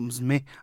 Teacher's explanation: casi la U no se pronuncia, es como msme, algo así